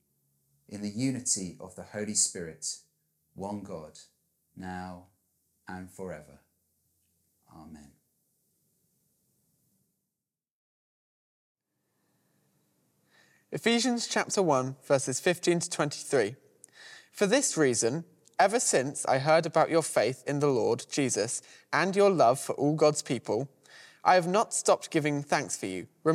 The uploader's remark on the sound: Service from Holy Rood Church, Stubbington, with a guest appearance from the Crofton Parish mascot.